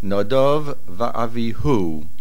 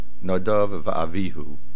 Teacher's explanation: The stress is on the hu · Shown in: first take · not Nadav va'avihu.